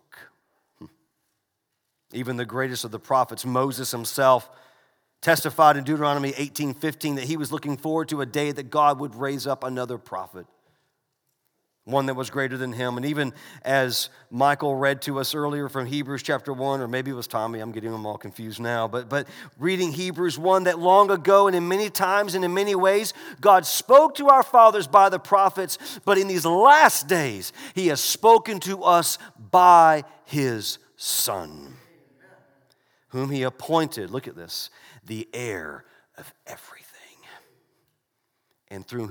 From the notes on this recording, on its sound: This message was delivered during the Sunday morning gathered worship service in December 2019 at Covenant Baptist Church, Valdosta, Georgia.